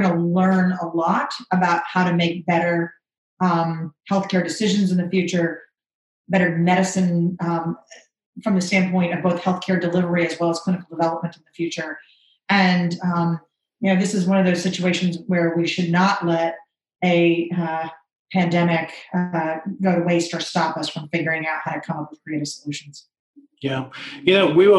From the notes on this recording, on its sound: This is a special episode of a webinar